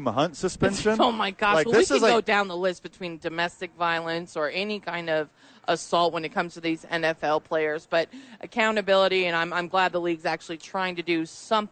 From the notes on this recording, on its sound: live from Isotope Park